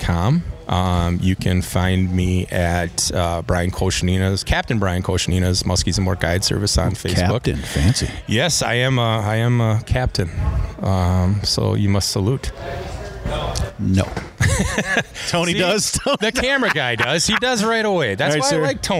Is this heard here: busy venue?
yes